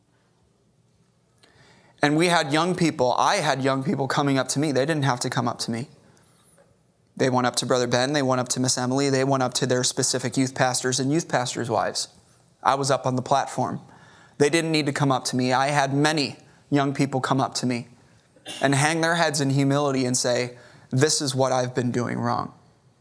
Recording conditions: large echoing room